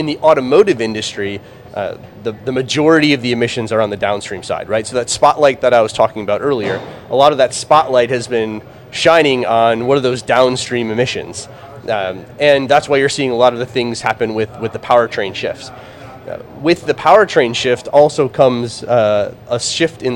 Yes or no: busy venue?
yes